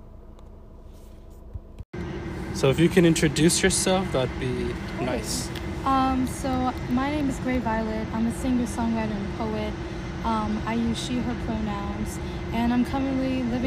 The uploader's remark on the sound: Outside of the Amazon Spheres in Seattle! There might be some outside background noise.